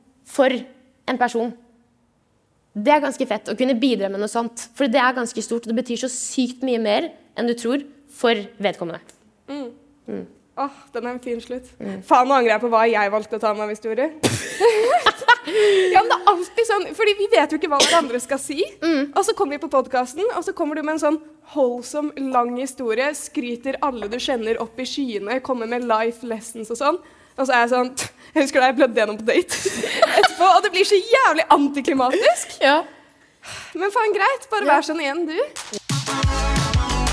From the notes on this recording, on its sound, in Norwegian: foran et levende publikum under Trondheim Pride